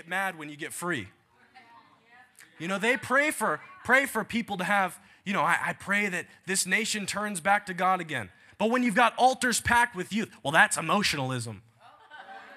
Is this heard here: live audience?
yes